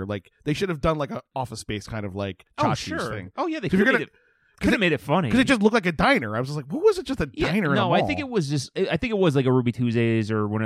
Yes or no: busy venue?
no